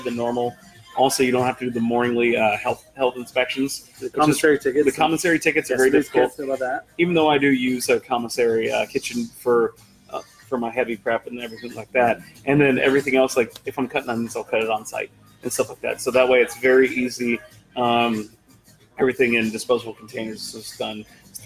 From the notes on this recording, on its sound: Here at Public House Heights